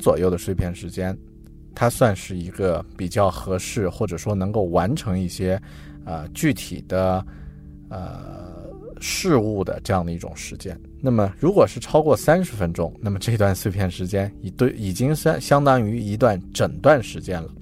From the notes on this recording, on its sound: I recorded this episode in my car before I drove to office to work.